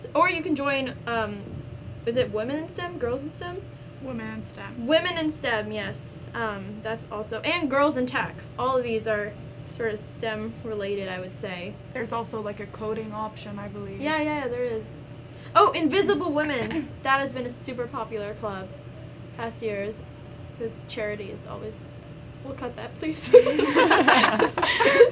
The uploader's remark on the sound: Club Fair Edition. Sorry for the white noise in the background it's a one time mistake WE SWEAR.